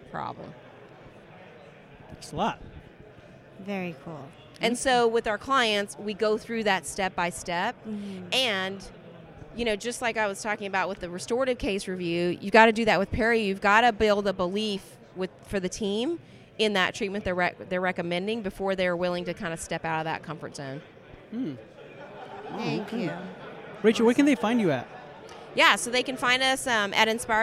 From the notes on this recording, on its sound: Live at Voices of Dentistry.